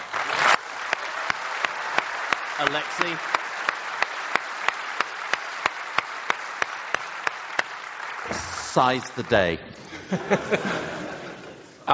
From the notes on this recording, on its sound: Live from Broadway